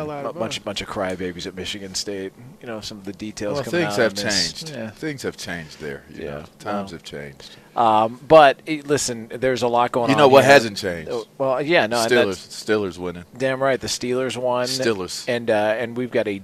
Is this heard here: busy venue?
yes